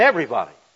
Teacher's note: We don't put the emphasis on the syllable body. We put the emphasis on the syllable every.